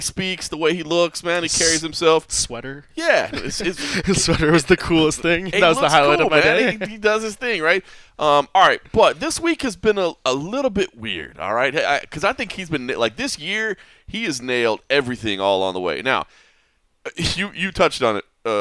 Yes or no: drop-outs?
no